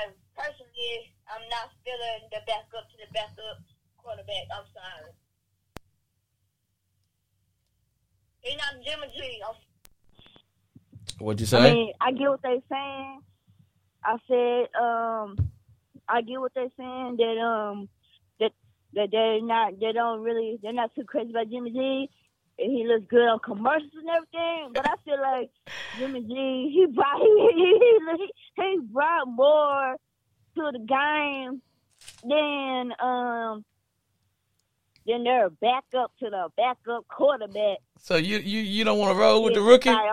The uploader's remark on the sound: callers in a non confrontational setting can call in live